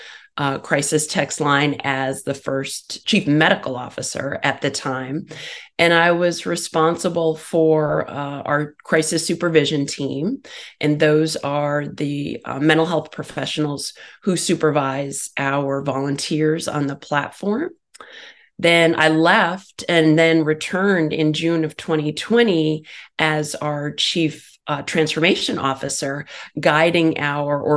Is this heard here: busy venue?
no